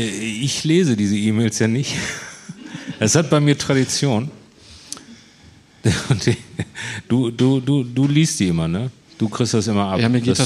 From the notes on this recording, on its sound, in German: Live in Kassel. Vor Publikum.